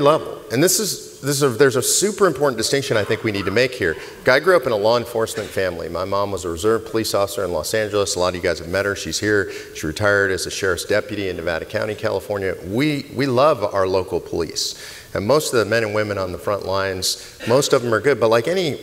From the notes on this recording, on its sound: This interview was originally recorded at the 2019 COS Leadership Summit.